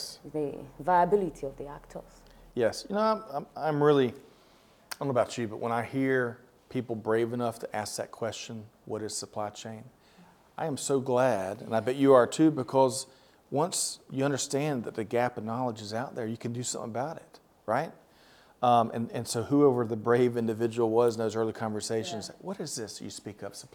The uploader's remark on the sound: Reporting from the annual SAPICS Conference in Cape Town, South Africa, learning from the supply chain professionals in attendance.